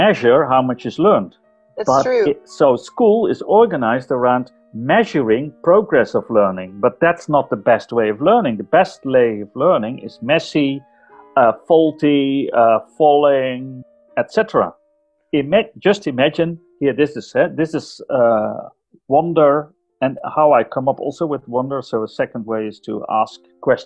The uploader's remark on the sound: Joins us all the way from the Netherlands! We did have *some* audio issues. This episode was edited with no experience, and may be reflected in the audio quality.